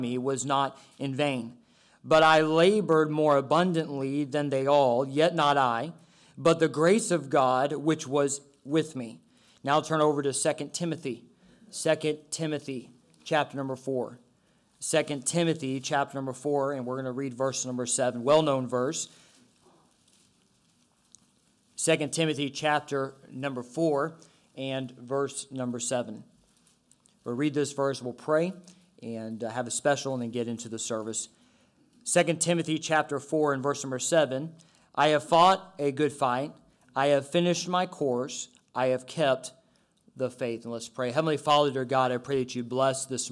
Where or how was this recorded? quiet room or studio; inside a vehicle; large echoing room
large echoing room